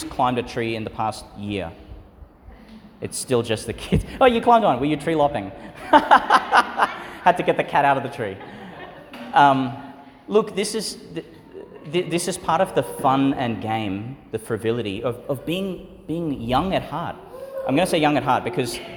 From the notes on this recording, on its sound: Homily for the Thirty-first Sunday in Ordinary Time, delivered at St Peter Channel Church, Tannum, Qld.